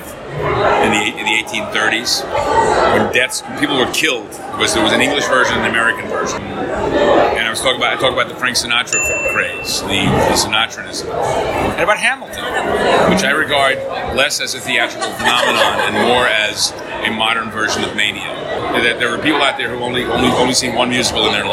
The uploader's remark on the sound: 3 Rivers ComicCon Interviews